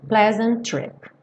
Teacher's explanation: E pleasant trip, você não pronuncia dois T's, apenas um.